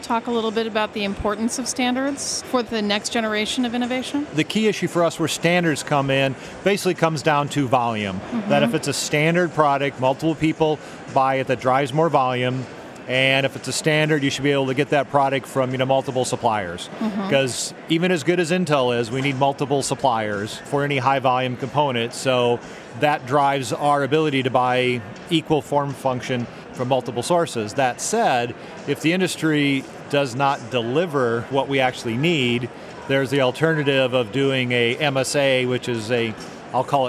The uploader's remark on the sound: join us live from the Intel Developer Forum in San Francisco